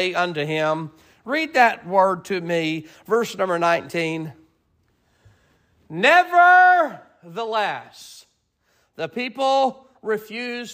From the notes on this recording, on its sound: Sermon preached at Mid County Baptist Church